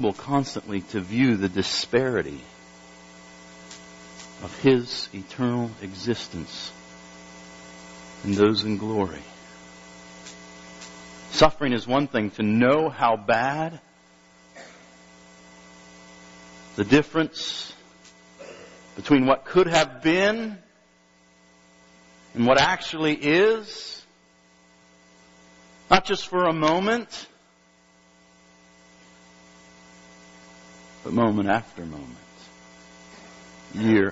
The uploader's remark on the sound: Due to some technical difficulties, the recording quality is rather poor.